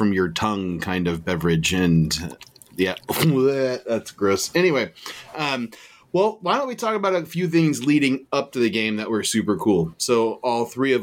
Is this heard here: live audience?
no